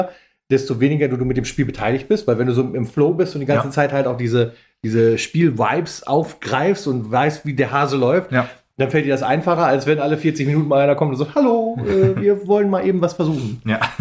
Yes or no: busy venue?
no